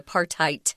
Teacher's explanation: the D isn't pronounced, you're actually saying a T, apartheid.